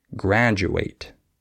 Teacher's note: DU can be with a J sound, like graduate